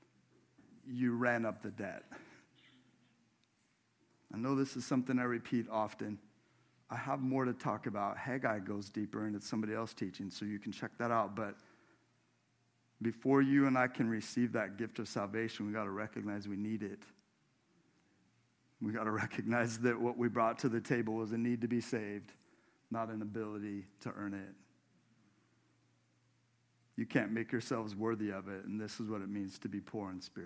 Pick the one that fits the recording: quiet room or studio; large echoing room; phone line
large echoing room